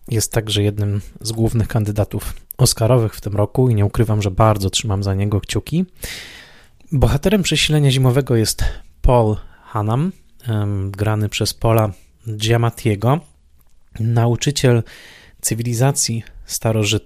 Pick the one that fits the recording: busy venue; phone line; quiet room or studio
quiet room or studio